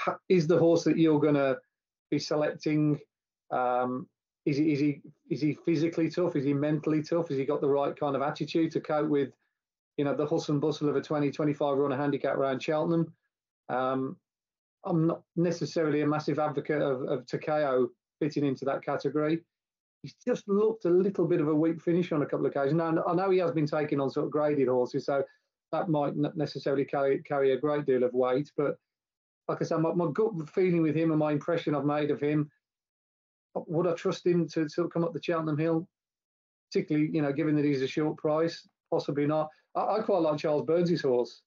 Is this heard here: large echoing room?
no